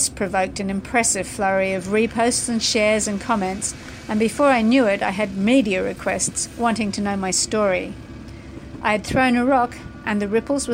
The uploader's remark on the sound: aboard the very vessel her story takes place, The Aurora Australis